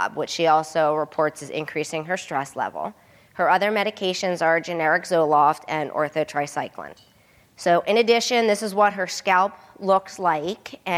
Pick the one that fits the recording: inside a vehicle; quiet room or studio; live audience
live audience